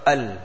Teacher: Person says al from the bottom of his throat. So there's a jerk. · Term: hamza